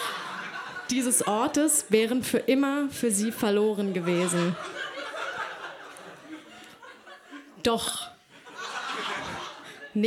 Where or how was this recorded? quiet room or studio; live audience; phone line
live audience